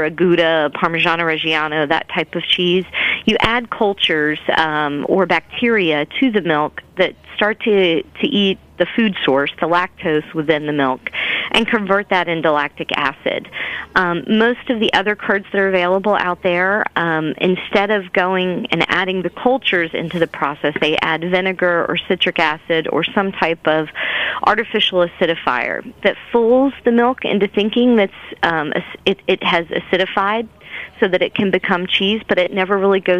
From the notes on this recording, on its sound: on the phone